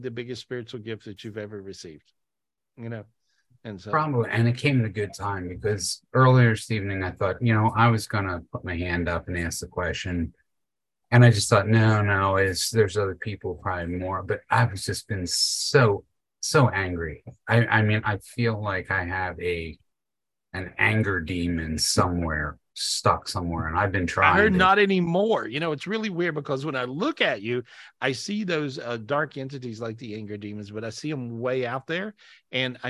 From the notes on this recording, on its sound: This was recorded LIVE on Zoom